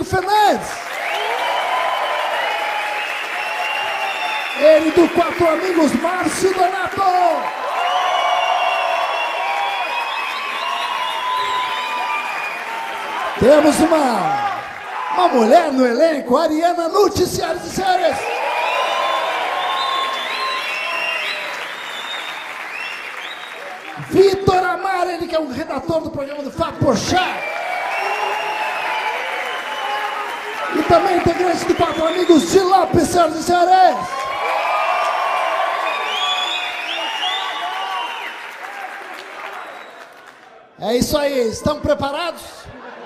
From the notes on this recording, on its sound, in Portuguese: Show gravado no Teatro Gazeta.